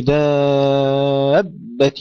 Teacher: ننتبه إلى تشديد الباء، تشديد الباء، لأن المد سببه التشديد، فبعض الإخوة يمدون ولا يشددون.